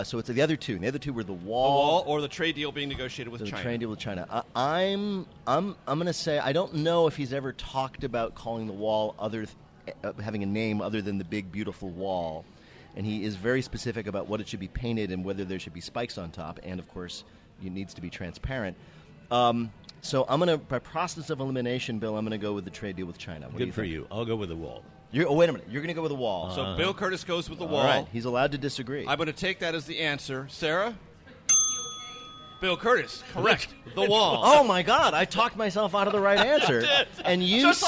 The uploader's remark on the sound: Recorded at Founding Farmers in Tysons Corner.